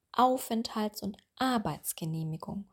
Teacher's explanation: Ihr habt jetzt vielleicht bei mir deutlich herausgehört, dass die Betonung vorne liegt.